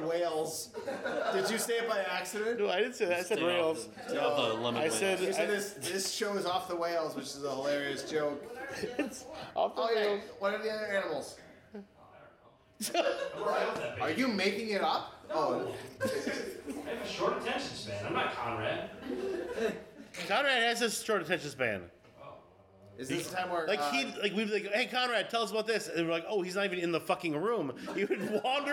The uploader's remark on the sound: finally have a crowd to listen to them talk